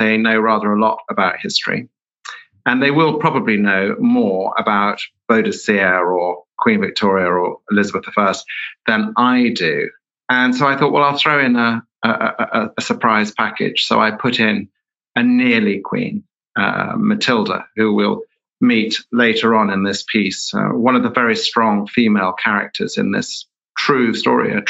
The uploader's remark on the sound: In a talk from our virtual lecture series